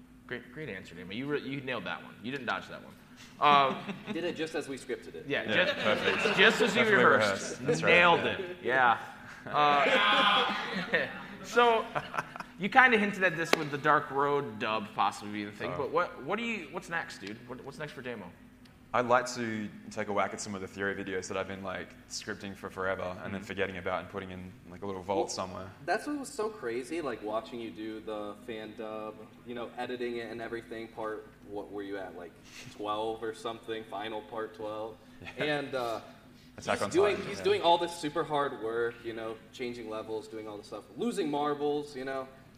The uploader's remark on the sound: Live from RECONNECT YEAH